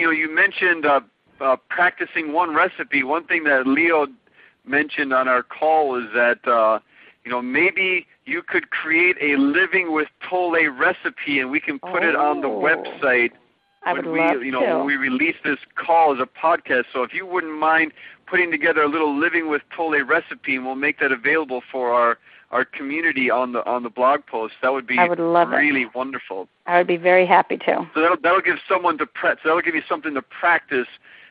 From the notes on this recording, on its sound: On this recording of our June 1, 2010, teleseminar